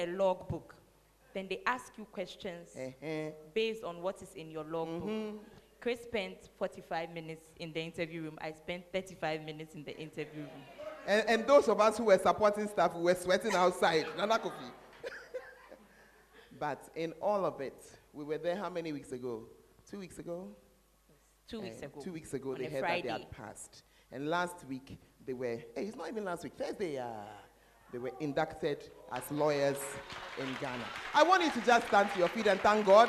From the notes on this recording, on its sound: Preached At The Fountain Of Life Cathedral